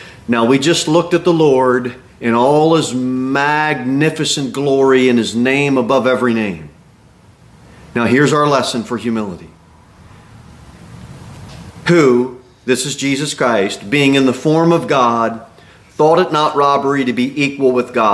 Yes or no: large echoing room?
yes